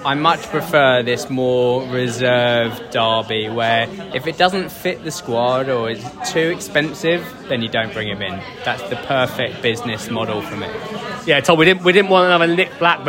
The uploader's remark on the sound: SBW At The Match: Charlton Athletic (A). Recorded throughout the day and directly in the away at The Valley, this is our audio adventure and highlights from a gritty, hard-fought 1-0 victory.